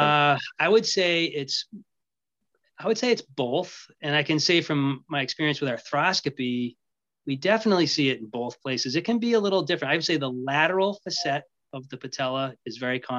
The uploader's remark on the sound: in this LIVE webinar!